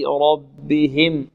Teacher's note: الراء مفخمة والباء مرقة